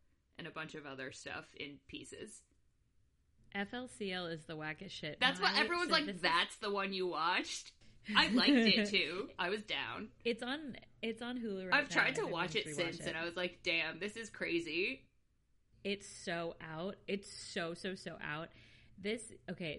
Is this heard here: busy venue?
no